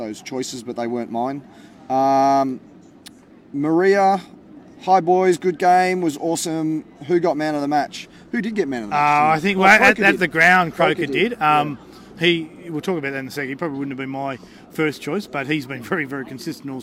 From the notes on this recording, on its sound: on location at Canberra Stadium for The Greenhouse Live